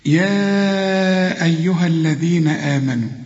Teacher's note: يا تمدها أربع حركات، يا أيها، وطلع لسانك في الذال